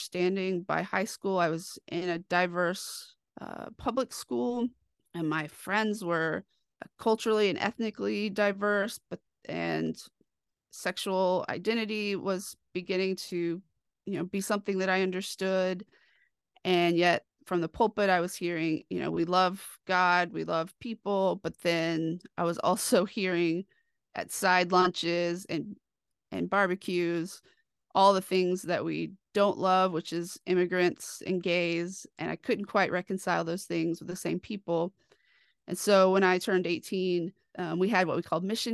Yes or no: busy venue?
no